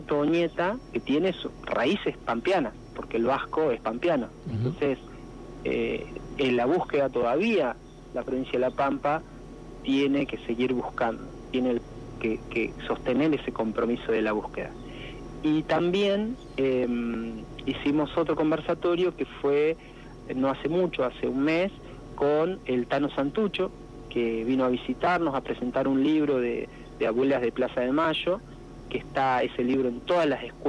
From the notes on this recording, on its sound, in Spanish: Tuvimos una charla telefónica